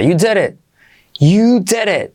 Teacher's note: You did it. Y como E, D como re suave, letra T final ligeramente pronunciada